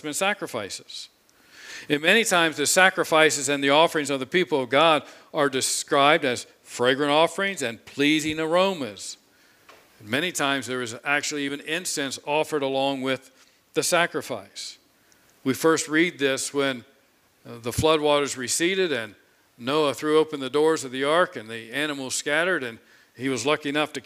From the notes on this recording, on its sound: This sermon was preached on Sunday, July 18, 2021 from the pulpit of Grace Community Church in Berea, KY.